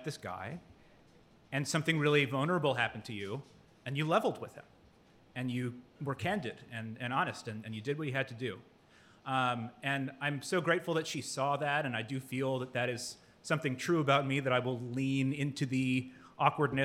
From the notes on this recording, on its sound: This episode was recorded live at The General Wine & Brew in Seagrove, NC.